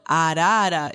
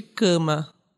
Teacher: baixa a língua, mais baixa a língua, abre a boca, a gente, isso quer dizer mais aberto. Então, arara, esse A é mais aberto do que o de cama.